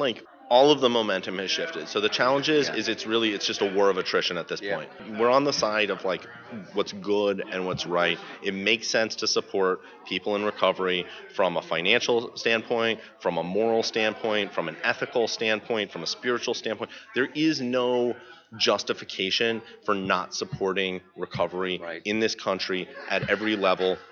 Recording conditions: busy venue